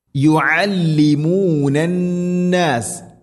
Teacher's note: ഐന് തൊണ്ടയുടെ മധ്യഭാഗം യുഅല്ലിമൂനന്നാസ നൂന് ശദ്ദ്, മണിക്കണം.